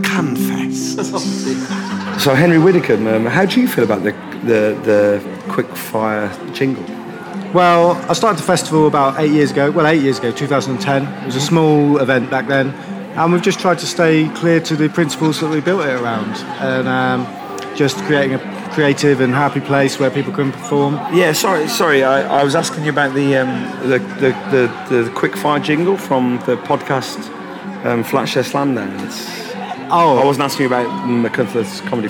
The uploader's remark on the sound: recorded at the wonderful 2017 Machynlleth Comedy Festival